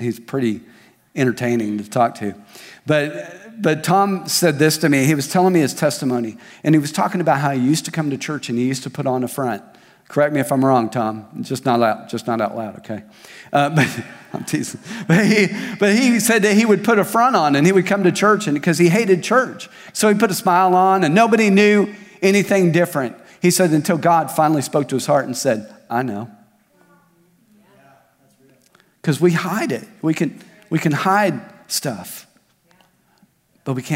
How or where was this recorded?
large echoing room